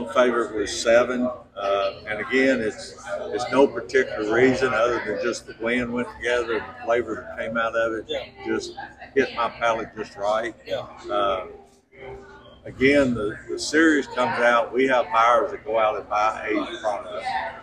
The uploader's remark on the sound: at the Kentucky Bourbon Festival in Bardstown